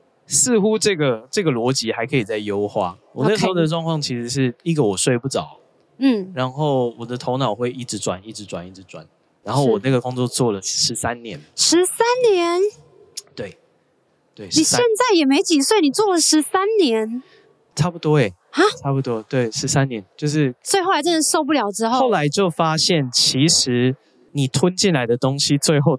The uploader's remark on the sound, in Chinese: 帶大家到《好多好多唱談祭》戶外錄音。